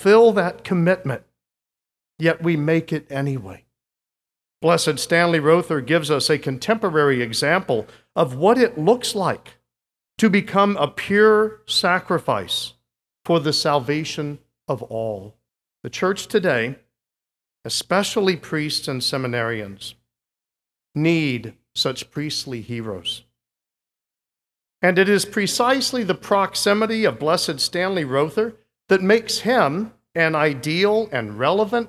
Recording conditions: large echoing room